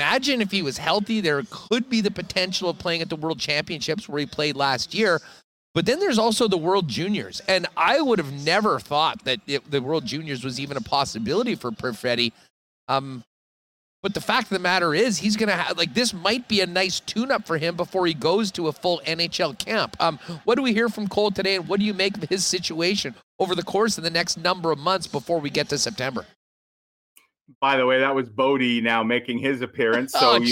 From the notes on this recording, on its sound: Hustler is LIVE at Bar Canada at The D Hotel in Las Vegas.